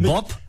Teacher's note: Und Bob aber spricht man doch auch mit P.